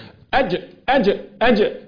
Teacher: لولا الجهر والشده الذي في الجيم لكانت شين